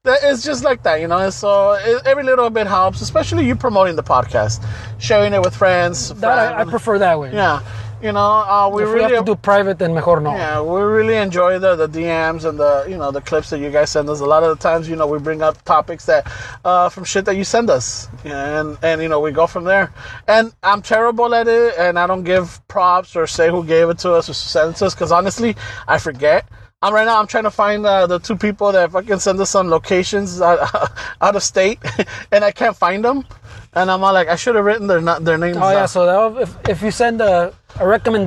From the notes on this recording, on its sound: We are back outside in a parking lot playing catch up with this week's episode. Special noisy edition.